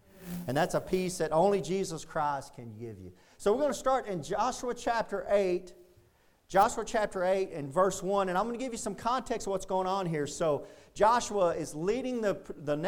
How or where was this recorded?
large echoing room